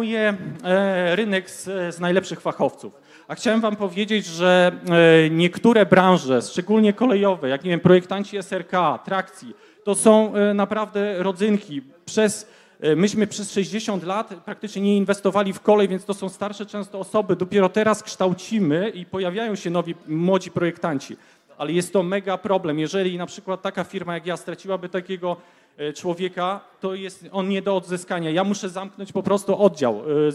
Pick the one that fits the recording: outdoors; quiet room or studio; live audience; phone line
live audience